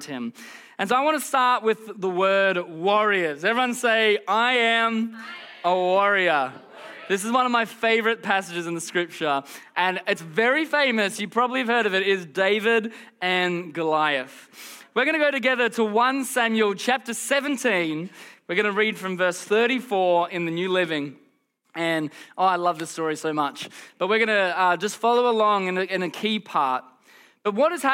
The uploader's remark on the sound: Recorded during our Melbourne East service on Sunday, the 24th of September 2023.